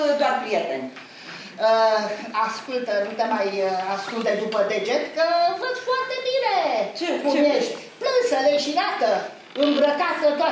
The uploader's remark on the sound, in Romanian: Înregistrare din sala Asociației Generale a Inginerilor din România (AGIR), din București. Înregistrare din sala Asociației Generale a Inginerilor din România (AGIR), din București.